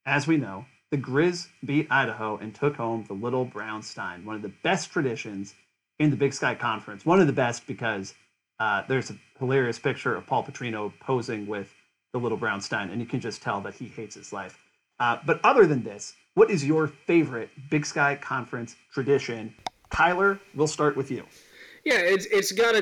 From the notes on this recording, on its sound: We had some audio issues so apologies for the graininess throughout.